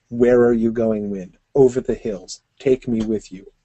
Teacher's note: there's almost always a pause in the midst of, of every line